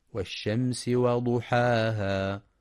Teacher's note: ينتبه القارئ لهمس السين ورخاوتها في والشمس